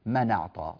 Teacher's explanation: إذن الهمزة قد زالت وذهبت فتحتها وانتقلت إلى ما قبلها وصار النطق منعطى.